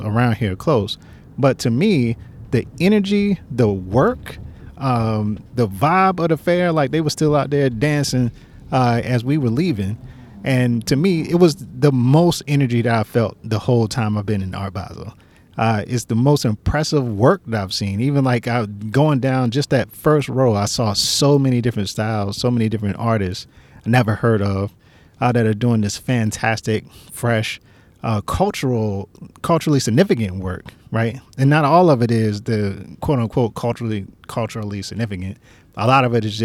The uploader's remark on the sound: We recorded a conversation riding in traffic after leaving Pinta.